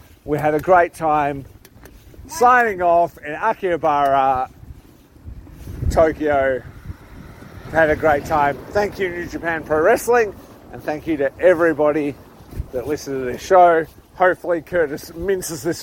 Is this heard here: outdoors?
yes